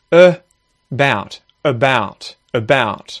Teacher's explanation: The second syllable is the one that's emphasized, bout. The first syllable isn't about, about, about.